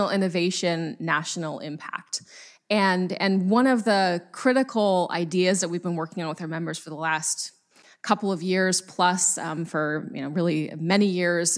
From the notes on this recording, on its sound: From WEDI's National Conference this past October in Washington DC